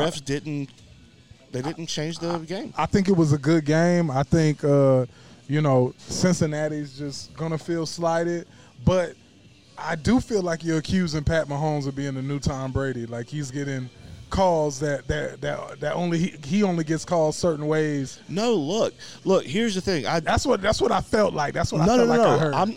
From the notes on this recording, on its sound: ON LOCATION AT BROOMELLI BOYS PIZZERIA!